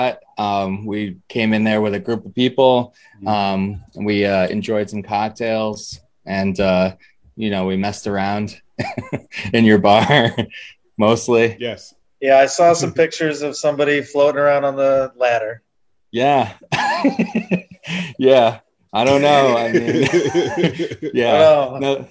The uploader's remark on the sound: Recorded Live on Zoom on June 7, 2021